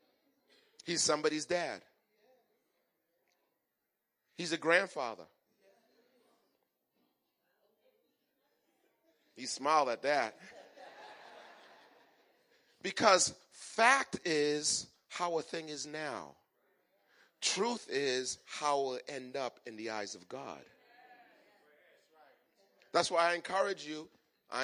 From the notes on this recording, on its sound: Recorded on 2017-02-26 at the 08:30am Service.